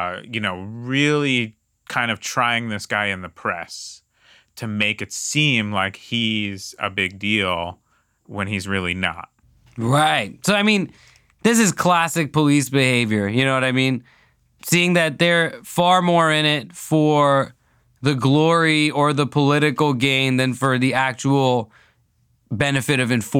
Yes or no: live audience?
no